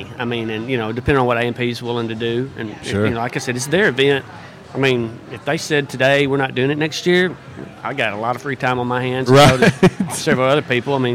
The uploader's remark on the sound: Downtown Jonesboro BBQ & Music Festival, LIVE from J'Town's Grill. RWRC Radio on 95.3 The Ticket/AM-970, Ritter Communications Tubetown 21!